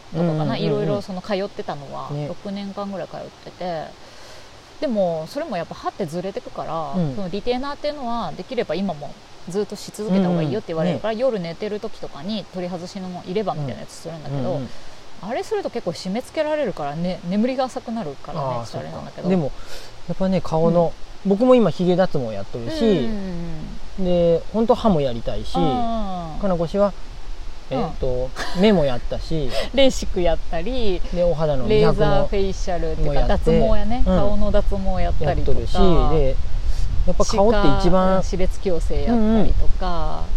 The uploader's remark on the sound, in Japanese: ひるがの高原キャンプ場の川原での収録となり、ちょっとせせらぎ音が入ってしまいました